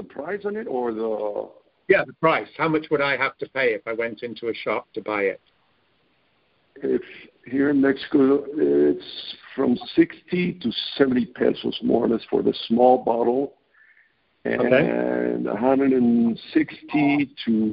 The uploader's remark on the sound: I scheduled a phone interview